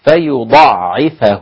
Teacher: حذفوا الألف وشددوا العين وفتحوا الفاء، فيضعفه هكذا.